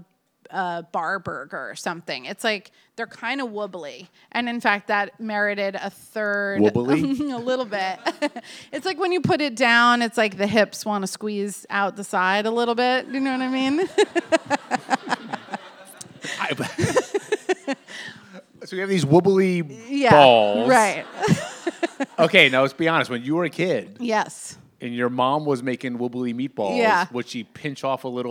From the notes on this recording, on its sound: As part of our second live podcast event